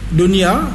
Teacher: Dunia contohnya, tak boleh baca dengan idgham. Baca dengan izhar. Dunia, nun mati tu pun ya.